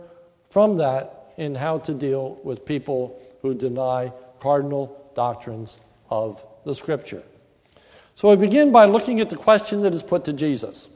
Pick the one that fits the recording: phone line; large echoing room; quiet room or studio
large echoing room